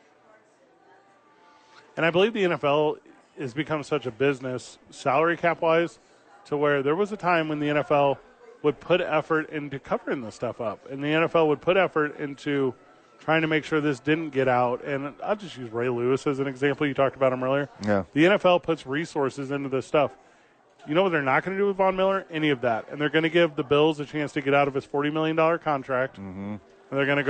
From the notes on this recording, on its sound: live at Sadies